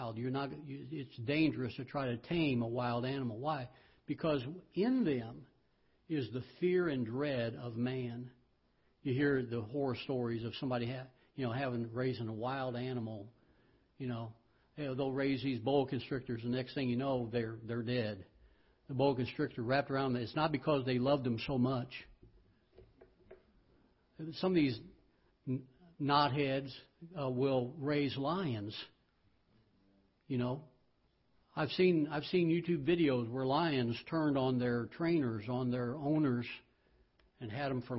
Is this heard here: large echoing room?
yes